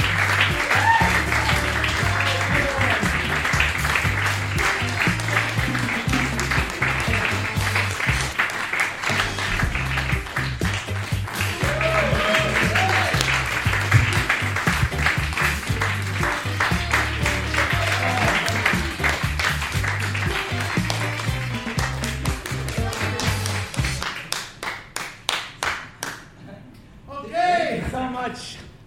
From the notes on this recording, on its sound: You are cordially invited back into the VCEBunker – live n’ direct from the 2019 Edinburgh Fringe.